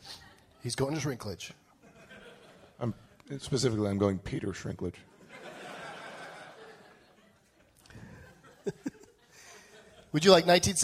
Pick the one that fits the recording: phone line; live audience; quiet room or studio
live audience